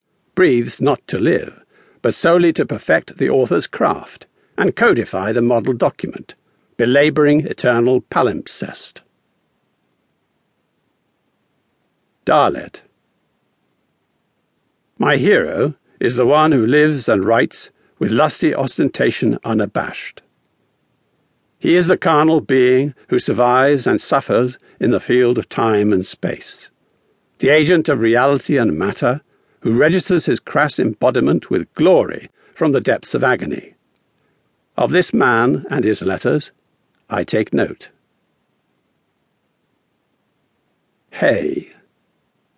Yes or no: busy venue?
no